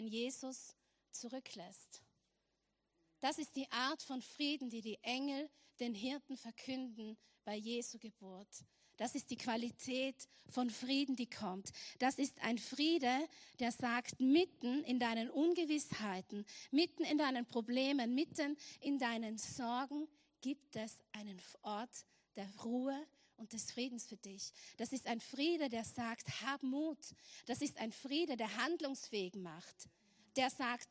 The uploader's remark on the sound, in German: Erster vorweihnachtlicher Gottesdienst live aus der LIFE Church Wien.